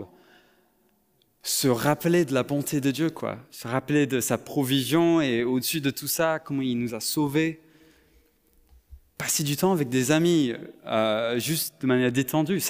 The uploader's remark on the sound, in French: Enregistré à l'église CVV, le 03/07/2022.